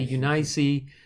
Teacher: I got an old King James Bible out, which has the diacritical markings in it. And it has Eunice as a three-syllable word with the accent on the middle syllable, a long I and a long E